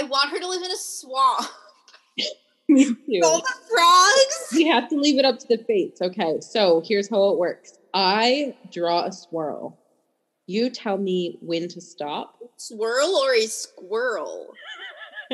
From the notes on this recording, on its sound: We apologize for the spotty audio here. Neither of us have microphones.